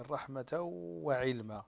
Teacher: عندنا كلمة ربنا وسعت كل شيء رحمة وعلما، عندنا هنا التنوين وبعده الواو، والواو من حروف ينمو أي إدغام بغنة